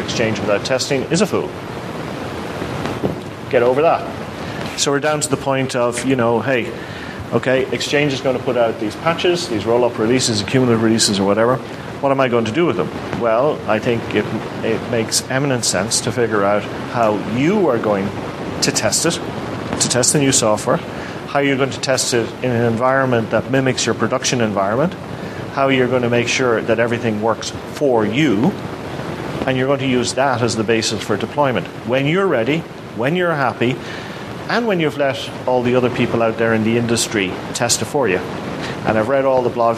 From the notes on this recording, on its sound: DevConnections Live Episode. Recorded with a live audience at DevConnections 2013 in Las Vegas. Participant Q.